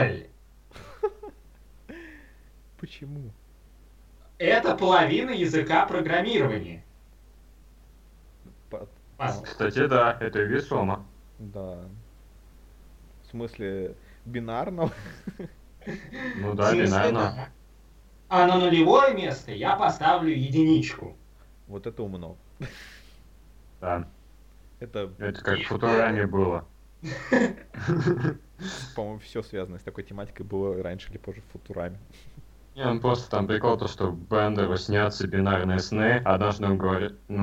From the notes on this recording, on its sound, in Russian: Это старый выпуск подкаста, не имеющий чёткого формата, записанный в не очень высоком качестве и являющийся, по сути, просто болтовнёй трёх друзей.